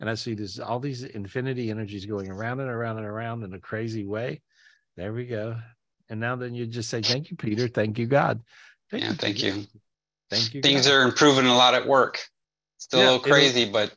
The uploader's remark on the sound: This was recorded LIVE on Zoom.